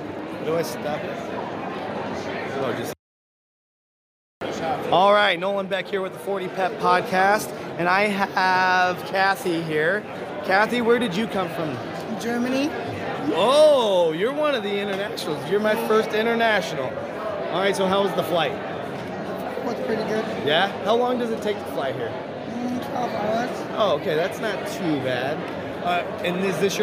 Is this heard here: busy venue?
yes